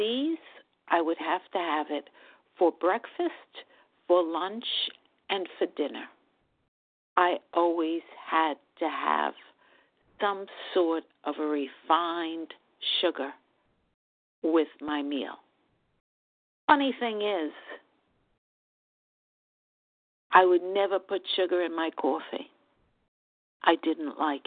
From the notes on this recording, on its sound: from the 100 Pounders Phone Meeting, 12/21/23.